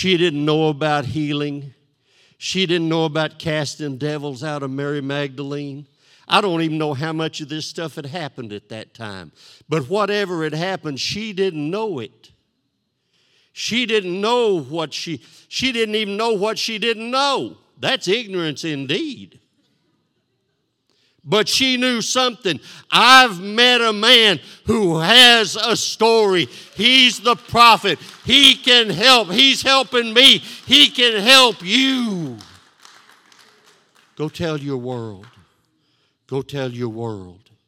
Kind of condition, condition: setting, large echoing room